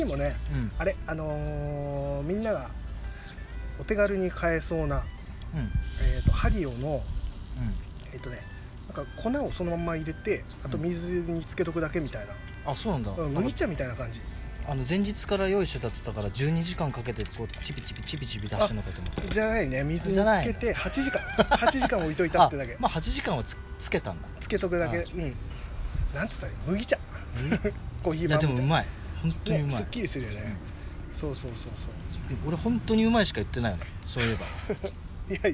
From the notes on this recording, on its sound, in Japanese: 今回は念願のBBQをしながらの収録です！屋外で食べながら話しているので、雑音等々お聞き苦しいかとは思いますが、鳥の声、風の音などと一緒に、普段とは違った環境での話をお楽しみいただければと思います。